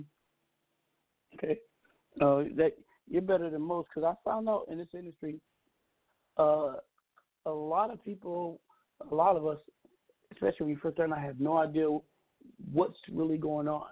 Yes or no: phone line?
yes